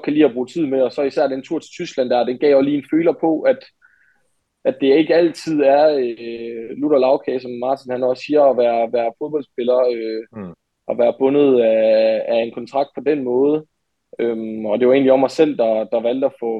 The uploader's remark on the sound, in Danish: Afsnittet er optaget online så kvaliteten er ikke helt I top.